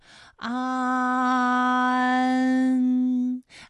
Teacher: 是乌安，它就是前鼻韵母。正是后鼻韵母，嗯，之嗯，正。同样啊，还有前鼻韵母的有扩建的建，积案建，它的前鼻韵母是一安。自然的然，前鼻韵母安。好，那么关于带安的前鼻韵母啊，我们再放到一起对照，再来看一看它们的发音要领。首先，安发音的时候呢，起点元音是前低不圆唇元音啊，舌尖抵住下齿背，舌位降到最低，软腭上升，关闭鼻腔通路啊。那我们从前啊开始，舌面升高，舌面的前部抵住硬腭的前部，当两者将要接触的时候，软腭下降，打开鼻腔通路，紧接着舌面前部与硬腭的前部闭合，使在口腔受到阻碍的气流从鼻腔里透出，口型由开到合，舌位移动比较大。安，哎，我把这个过程当中啊给大家发的细一些，大家可以仔细听我的发音哈，从前啊开始，安，哎，我发的比较慢。那实际我们发安的时候呢，不用这样的慢哈，让你感受到啊到呢的一个变化，直接